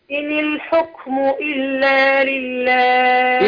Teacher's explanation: إن الحكم هنا احنا كسرنا النون وهي في الأصل ساكنة للتخلص من التقاء الساكنين أوه. النون ساكنة واللام بتاعت الحكم ساكنة يلا إن الحكم إلا